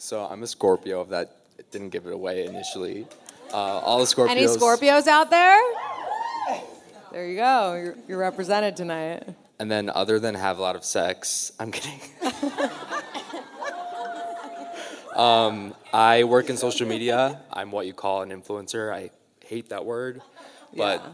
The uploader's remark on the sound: Live Panel in Chicago. In our live podcast from Chicago.